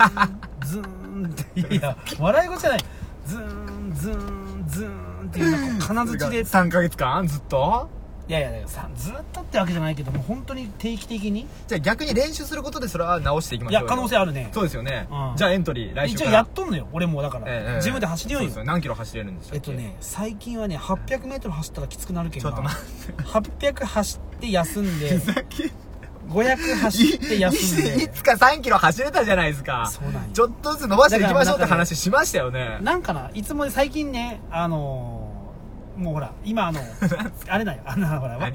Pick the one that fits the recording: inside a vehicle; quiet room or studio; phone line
inside a vehicle